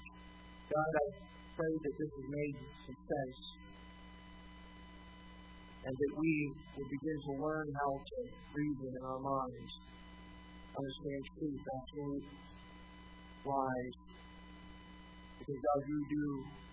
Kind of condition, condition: setting, large echoing room